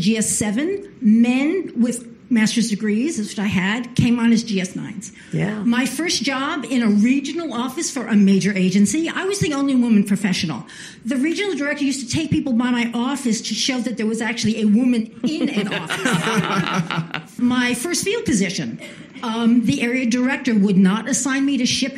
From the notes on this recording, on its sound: As part of the Aspen Forum on Women and Girls at the Aspen Institute.